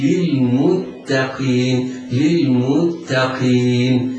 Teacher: تاء مرققة، القاف مكسورة مفخمة، المتقين.